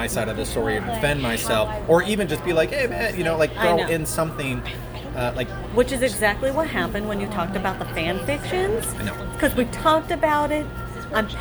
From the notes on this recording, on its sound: It was recorded in a cafe and so it is a little noisy